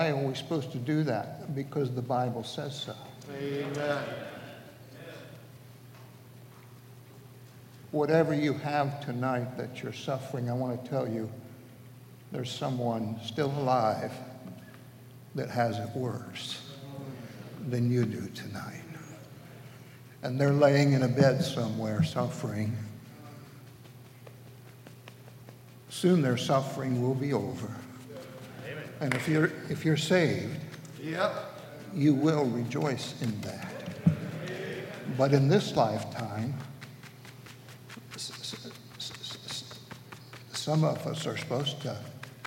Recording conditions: large echoing room